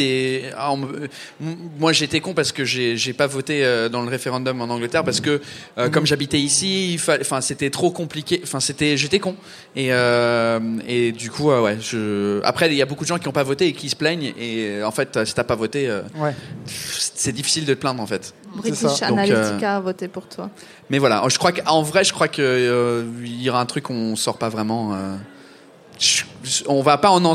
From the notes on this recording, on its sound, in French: Elle a été enregistrée en LIVE au Charolais Club de Ground Control dans le cadre de la journée de l'Europe !